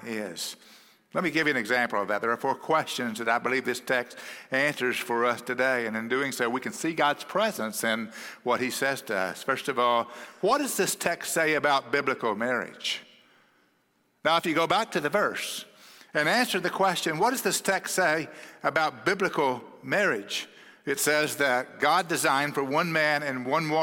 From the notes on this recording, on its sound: At Cross City Church in Euless, TX.